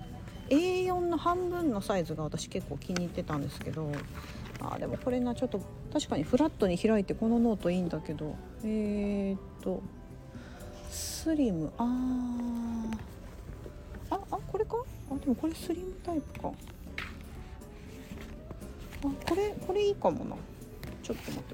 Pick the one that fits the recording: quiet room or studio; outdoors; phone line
outdoors